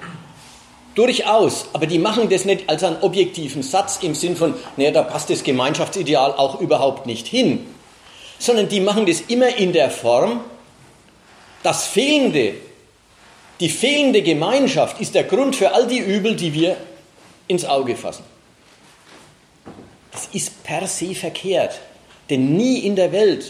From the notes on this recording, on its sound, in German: Mitschnitt eines Vortrages.